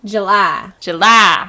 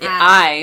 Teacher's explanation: which is not a diphthong. I, which is the way we usually say it, is more of a diphthong. · Shown in: second take